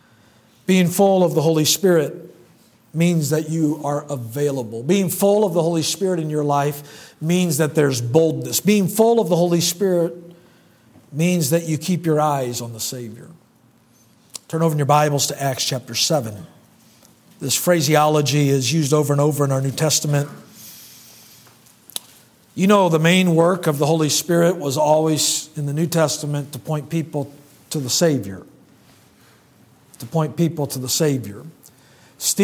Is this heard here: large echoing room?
yes